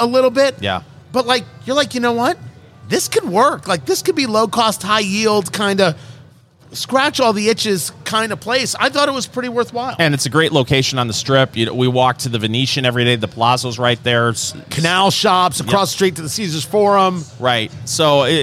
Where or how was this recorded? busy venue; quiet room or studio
busy venue